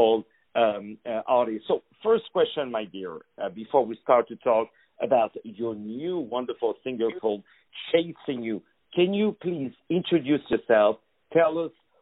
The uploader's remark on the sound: On the phone